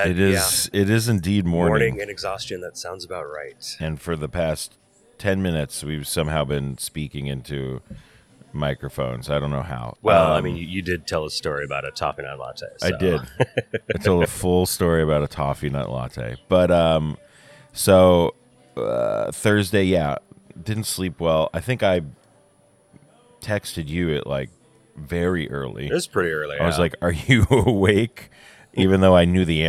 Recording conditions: busy venue